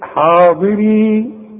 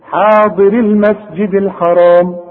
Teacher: الراء هي اللي بتثبت وتظهر انها مكسوره · Shown in: second take